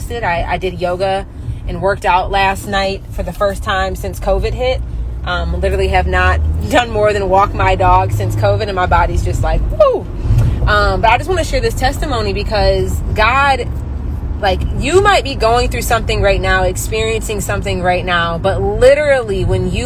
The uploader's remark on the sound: I recorded this episode while running errands